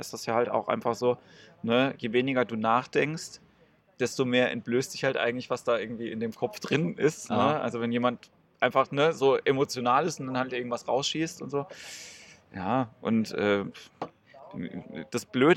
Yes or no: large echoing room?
no